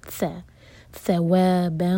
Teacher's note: ث کے لیے ہماری زبان اوپر والے دانت کو ٹچ کرے گی، اس کو ثواب نہیں کہنا، سین نہیں ہے یہاں پر.